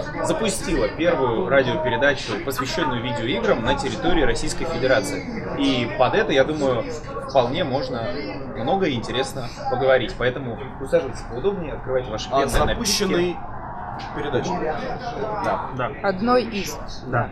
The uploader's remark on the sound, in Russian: Признаемся честно, в этот раз нам не очень повезло с местом, в котором мы записывались